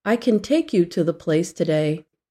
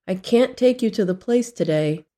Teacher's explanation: In the positive phrase, can take, the usual a in can is reduced to something called a schwa. · Shown in: first take · The schwa sound is similar to an a sound, but weaker. · The schwa sound is similar to an a sound, but weaker. But in the negative phrase can't take, the word can't uses the true a vowel sound.